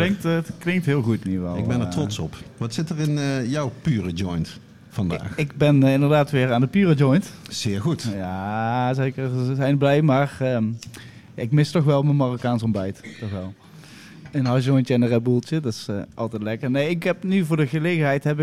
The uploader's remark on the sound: High Tea Potcast Live at High Times